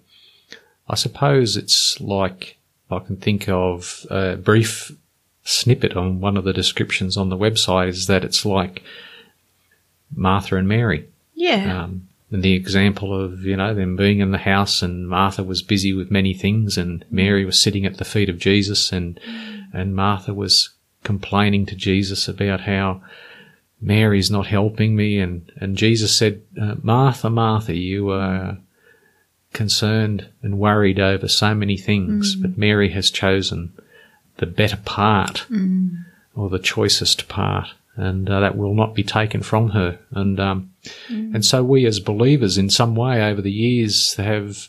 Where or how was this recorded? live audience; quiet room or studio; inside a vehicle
quiet room or studio